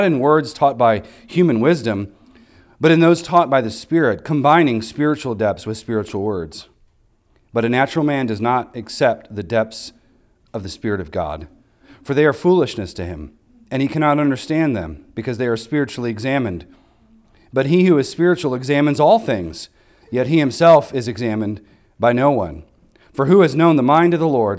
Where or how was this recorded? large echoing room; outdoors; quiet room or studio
large echoing room